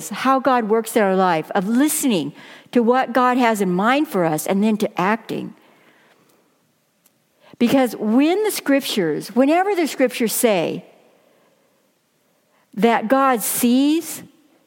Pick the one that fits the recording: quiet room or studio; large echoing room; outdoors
large echoing room